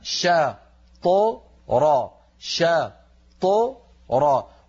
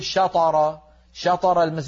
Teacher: مفتوحة شا ط را، أما الشين المفتوحة فتخرج بفتح الفم شا، وأما الطاء الساكنة التي بعدها فتخرج مقلقلة من غير فتح للفم · Shown in: first take · شا ط، وبعدها الراء مفتوحة تخرج بفتح الفم را، إذن شا